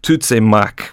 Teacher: So it's Tutsimak, with a kind of long vowel at the end there.